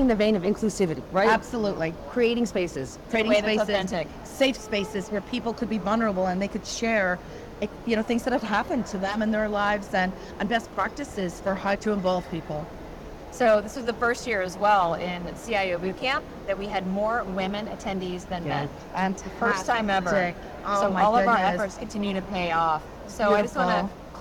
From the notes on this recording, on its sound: Interview in Action live from the 2023 CHIME Fall Forum.